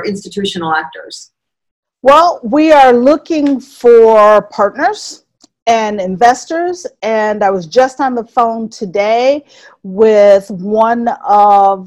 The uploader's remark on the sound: We apologise for the sound quality for this Zoom interview while we all shelter-at-home in July 2020.